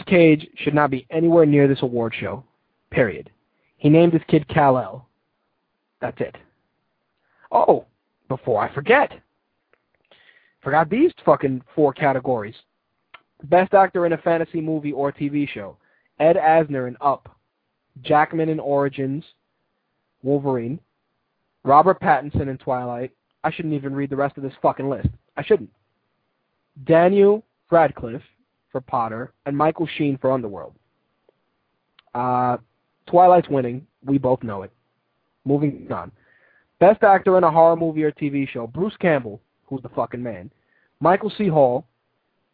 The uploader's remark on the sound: Call in guest